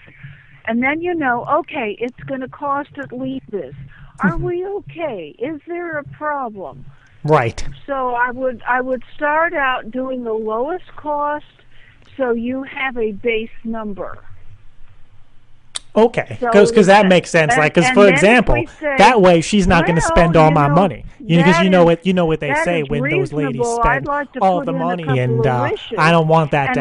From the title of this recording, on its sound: Home Depot 11:72 Prank Call